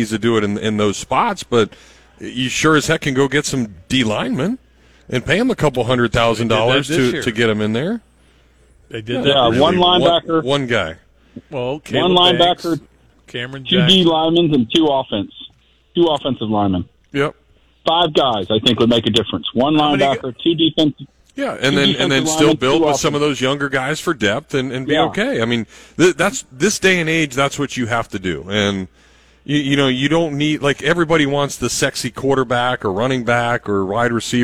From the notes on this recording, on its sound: live from the Gainesville Hilton